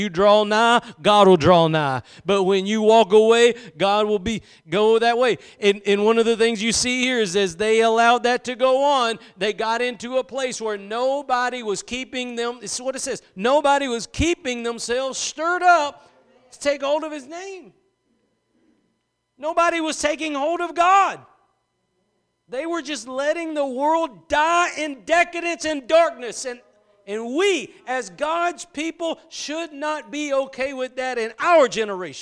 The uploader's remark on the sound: Preached at Gospel Lighthouse in Bossier City, La.